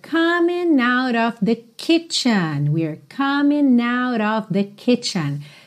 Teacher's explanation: esse G da terminação ing não é pronunciado